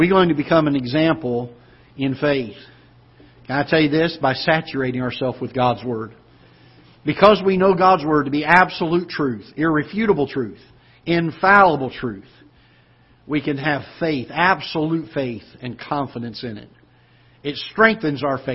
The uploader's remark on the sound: Ketha Heights Baptist Church ~ Live Broadcast